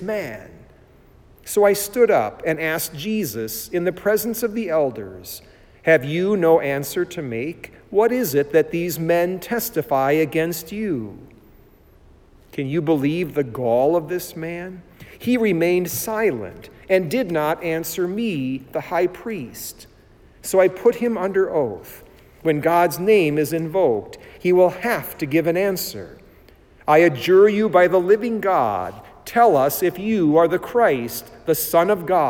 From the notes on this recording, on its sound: It was preached at Saint John Lutheran Church in Sycamore, Illinois on 25 March 2020.